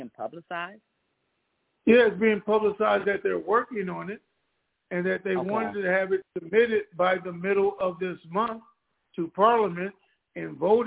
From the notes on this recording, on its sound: TNTSuperfantastic Conference Call - Wednesday, November 9, 2022